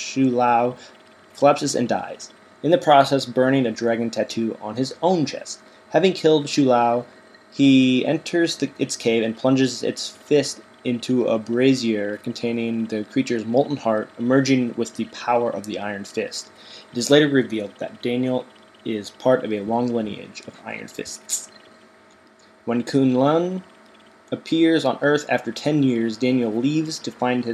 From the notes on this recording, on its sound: There is a slight buzzing noise coming from the computer fan throughout the episode